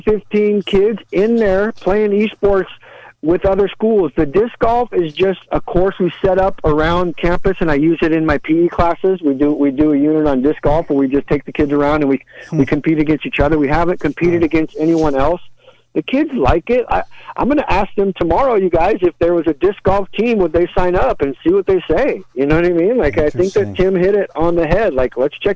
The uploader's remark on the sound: An hour of community call ins.